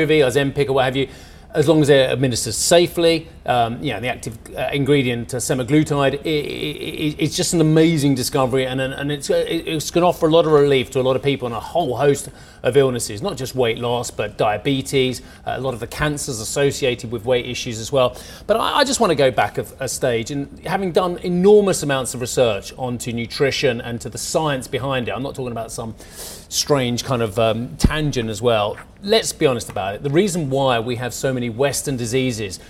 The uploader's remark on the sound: we are live at the IAA in Munich